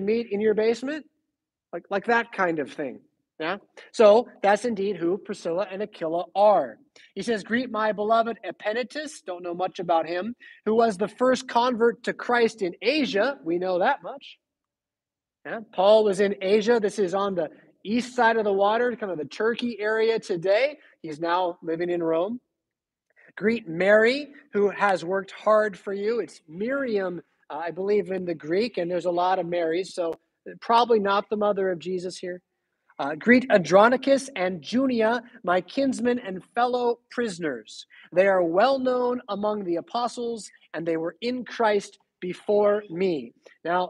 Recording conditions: large echoing room